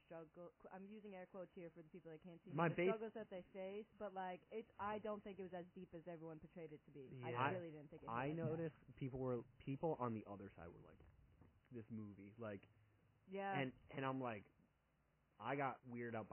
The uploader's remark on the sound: If you’re shocked by the audio quality, so are we! Nobody knows why or how this happened. Pretend ur listening to an old, mangled radio show.